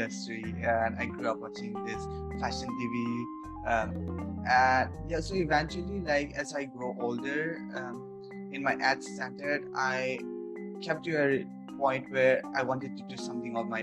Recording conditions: video call